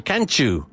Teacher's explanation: So it's T plus U is chew.